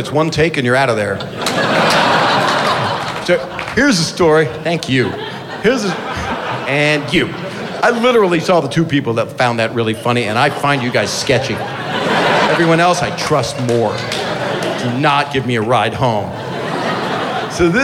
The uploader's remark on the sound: In this live stage show from Seattle.